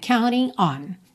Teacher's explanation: na verdade não junta, dá uma pequena pausa